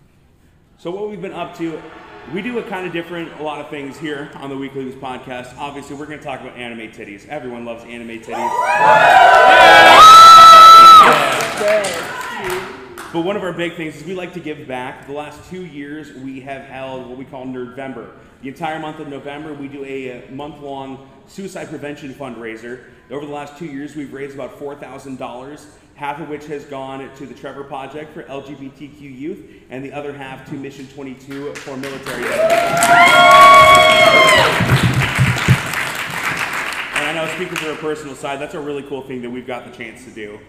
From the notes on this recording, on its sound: Anime Iowa Panel. The audio from our panel from Anime Iowa.